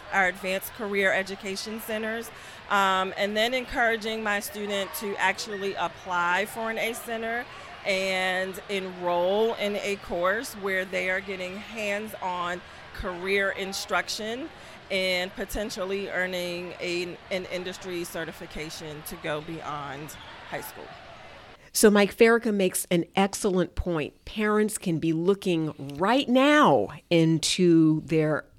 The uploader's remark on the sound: Live at the 2023 Mission Tomorrow Event